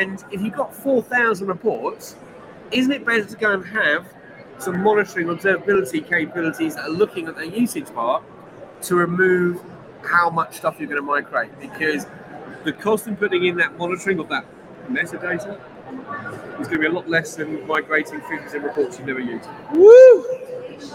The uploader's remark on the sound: Live from #meandatastreets of Big Data London